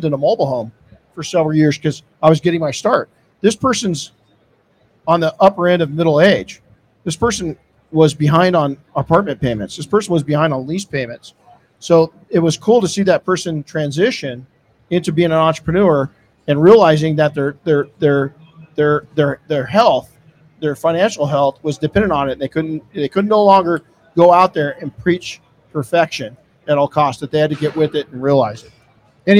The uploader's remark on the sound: This episode was recorded live in the P&S Detail Products booth at SEMA 2022.